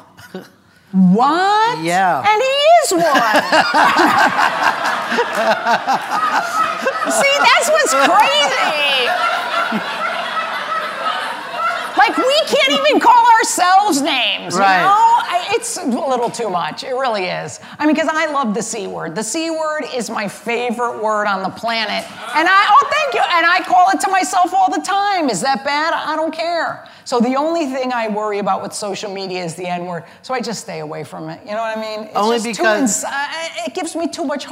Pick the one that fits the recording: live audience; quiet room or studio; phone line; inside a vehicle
live audience